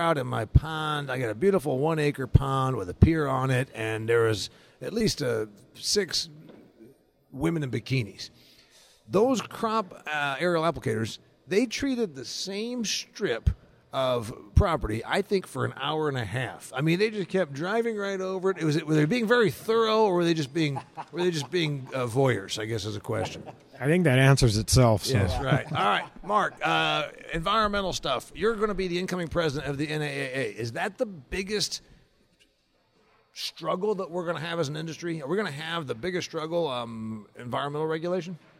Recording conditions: busy venue